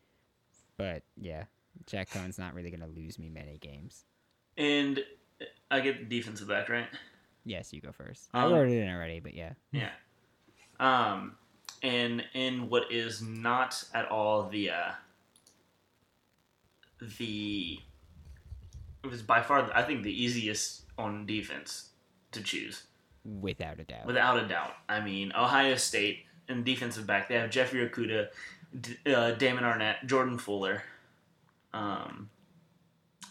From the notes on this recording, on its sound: Ft. Audio Issues. We also had some audio issues here, apologies.